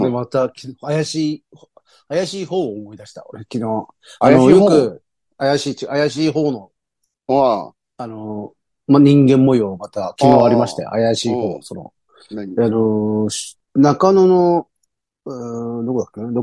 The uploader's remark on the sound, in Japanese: ZOOMで収録